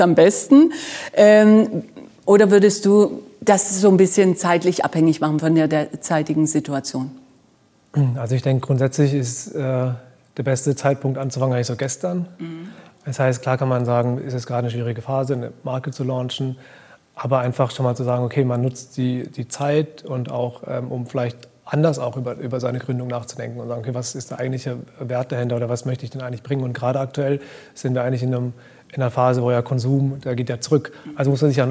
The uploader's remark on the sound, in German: Live vom Demo Day des 6.